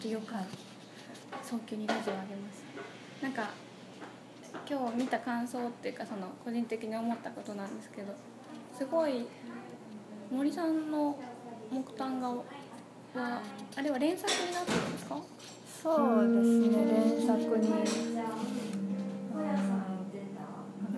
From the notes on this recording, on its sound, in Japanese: itohenという大阪にあるギャラリーさんの許可を得て収録をしております。